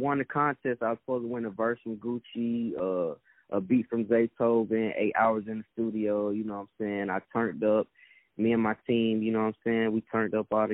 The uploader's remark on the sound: On the phone.